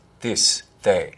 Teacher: Listen to those TH sounds in this. This is bigger than they are. They should be dentalized. This, they.